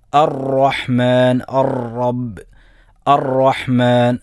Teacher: റോയിൻ്റെ മാത്രം ഉള്ള സിഫത്താണ് തക്രീർ, റോ പിടക്കുക, ആവർത്തിക്കുക